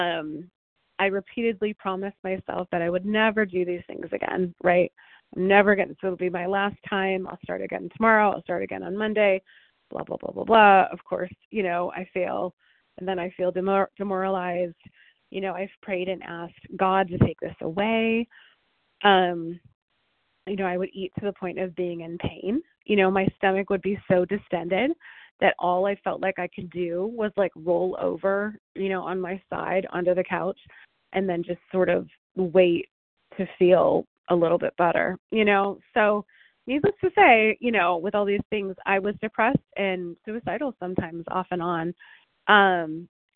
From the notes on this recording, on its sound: 100 Pounders Phone Meeting